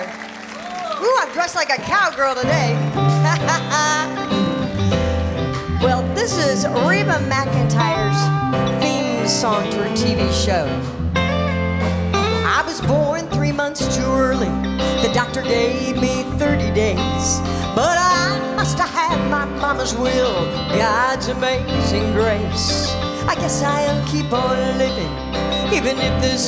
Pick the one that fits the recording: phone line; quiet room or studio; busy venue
busy venue